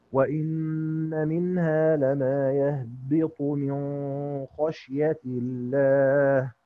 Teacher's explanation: وإن منها لما يهبط من خشية الله، يبقى كل اندرج ما عدا الإمام أبو جعفر. هنقرأ بقى بالإخفاء بغنة للإمام أبو جعفر